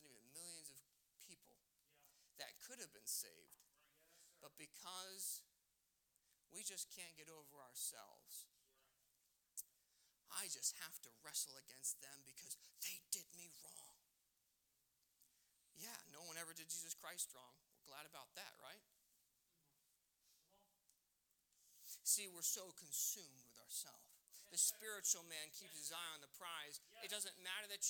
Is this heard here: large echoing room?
yes